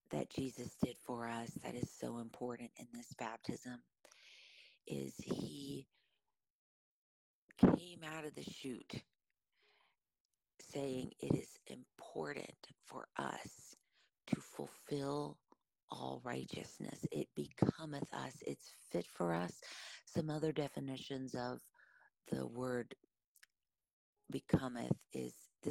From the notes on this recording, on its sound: This episode has more popping in the mic than usual as it has been through a download, a conversion from vid to audio, an upload, a “de-esser” to try to eliminate some popping, another download & upload.